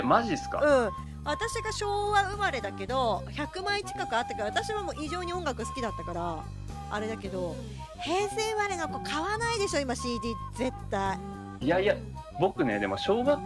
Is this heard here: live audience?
no